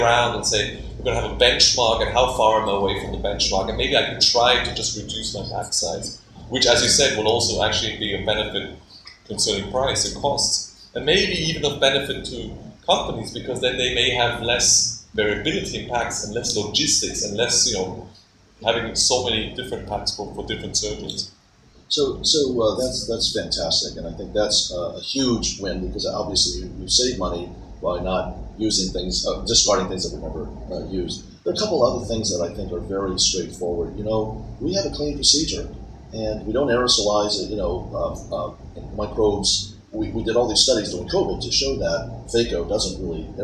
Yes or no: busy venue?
yes